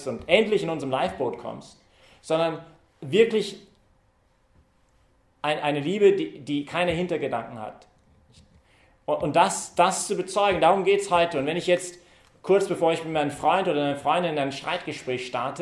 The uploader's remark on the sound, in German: hat diese Predigt während der Young Professionals Messe im Zentrum Johannes Paul II.